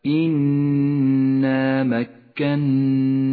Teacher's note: نبدأ بالنون المشددة في قوله تعالى إنا مكنا، تغن النون المشددة في كلا الموضعين بمقدار حركتين